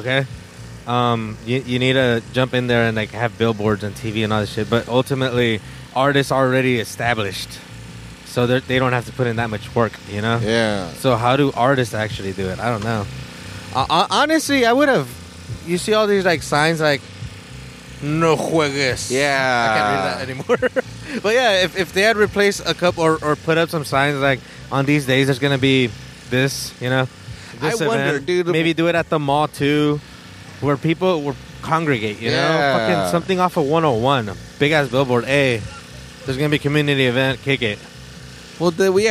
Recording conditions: busy venue